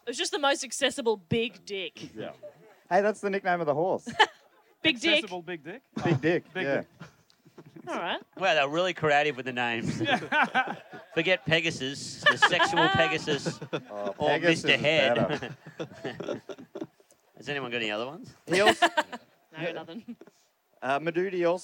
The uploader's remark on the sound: This week's episode of Do Go On was recorded live on a beach at the Koh Samui International Podcast Festival. We were also joined on stage by two of our funniest friends.